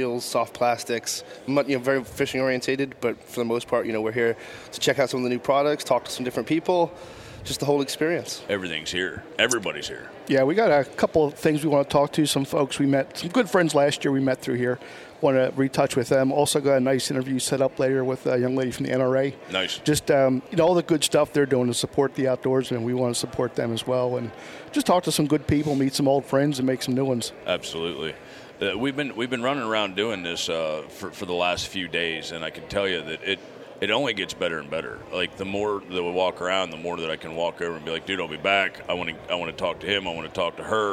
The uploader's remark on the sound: Live from the Great American Outdoor Show